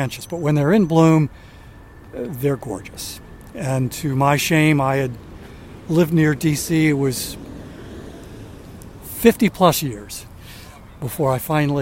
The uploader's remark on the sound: On the final day of his week-long walking tour of Washington DC. Takes a ten-minute walk along The Tidal Basin.